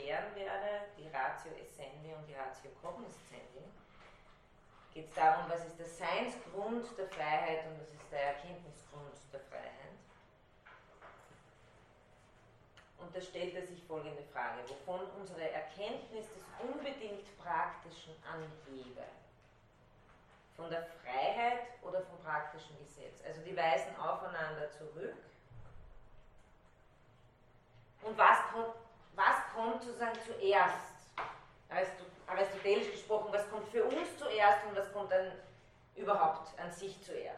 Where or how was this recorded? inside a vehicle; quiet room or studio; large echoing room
large echoing room